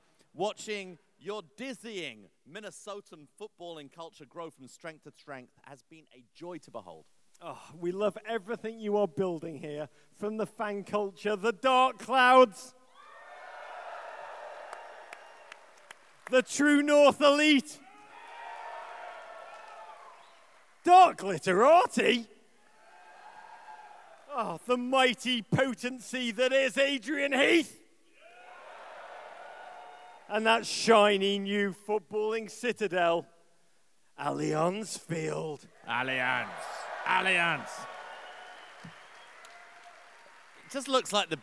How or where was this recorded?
live audience